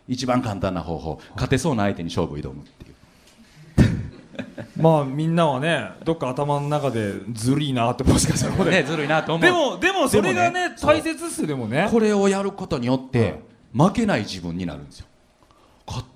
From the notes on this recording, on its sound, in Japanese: 全国5つの会場で行われたイベント。FM FESTIVAL 2018 未来授業 ぼくらの時代の生存戦略。大分会場で行われた特別公開授業の模様をお届けします。